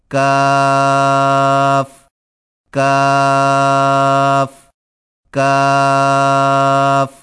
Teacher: کاف کی ادائیگی میں زبان کی جڑ کو کوے کے قریب تالو پر لگا کر باریک آواز میں پڑھیں، یعنی کاف کاف کاف.